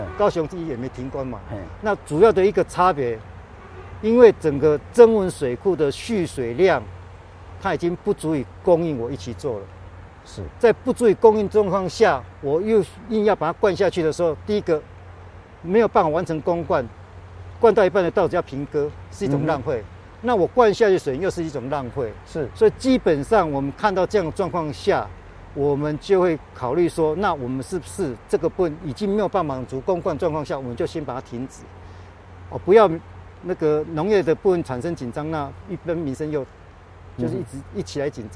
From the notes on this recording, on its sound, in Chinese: 雲林古坑乾旱現場